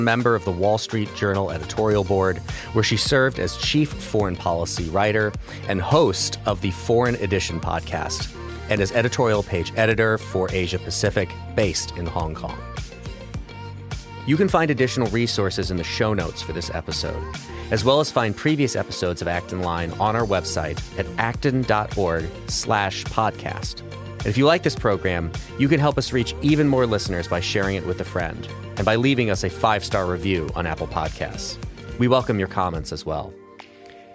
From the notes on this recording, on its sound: at this year's Acton Institute Annual Dinner